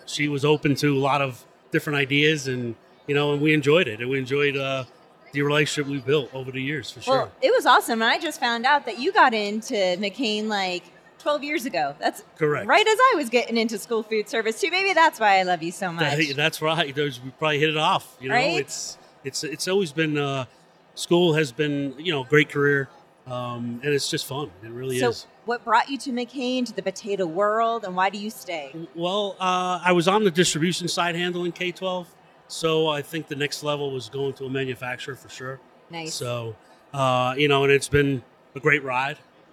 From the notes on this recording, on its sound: during the 2023 SNA Annual National Conference in Denver, Colorado